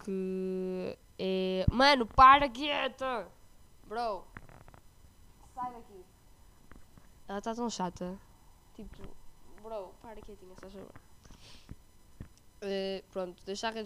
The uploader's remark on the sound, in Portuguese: desculpem pelo áudio